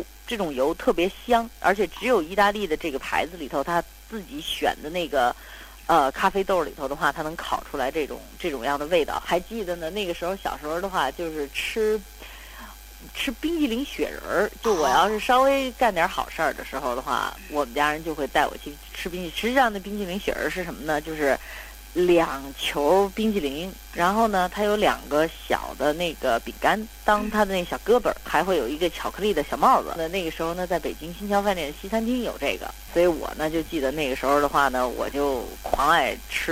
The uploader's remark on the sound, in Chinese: 本期节目因长途电话采访，音质完全碰运气，本期音质不佳